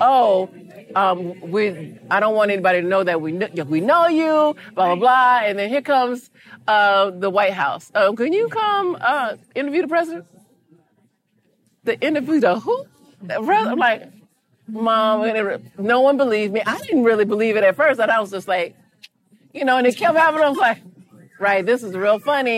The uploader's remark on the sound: In this live episode in front of an audience. Since this podcast is a live recording straight from the world's largest beauty convention Beautycon and hosted by our friends at The Jane Club.